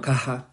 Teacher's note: Até chegar a velar j, caja, actual. Bueno, pasou a glotal en variedades do castellano